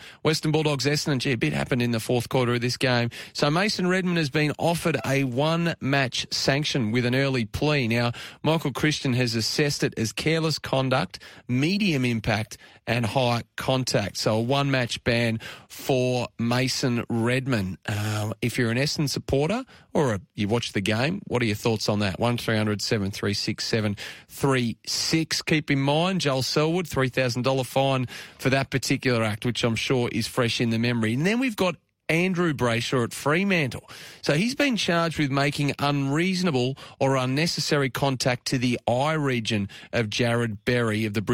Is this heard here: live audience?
no